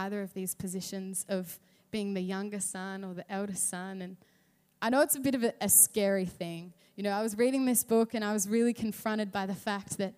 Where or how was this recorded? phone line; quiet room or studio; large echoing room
large echoing room